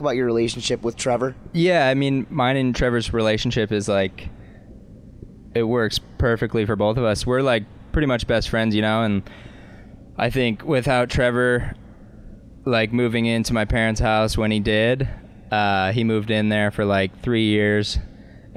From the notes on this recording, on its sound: hear an Audio Montage from the Malibu Boats Rider Experience stop one and the WWA Central Wakeboard Regionals, hosted by Boulder Boats on Lake Las Vegas